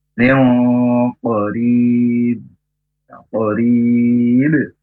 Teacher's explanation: samar jauh itu eng, karena di pangkal lidah untuk makhrajnya huruf qaf · Term: ikhfa ab'ad